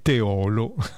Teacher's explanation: E poi Tiz fa una precisazione: la pronuncia corretta di Teolo, comune in provincia di Padova, è Teolo con l'accento che cade sulla O chiusa, ovvero sulla penultima sillaba